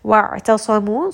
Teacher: Make sure that you do give it quite a bit of tawassut. Make sure that it does have a little bit of that strangulation sound closer to the middle of the throat. · Wa'tasamu, sad is going to be heavy. Ayn is going to be from the middle of the throat. Make sure that you do give it quite a bit of tawassut.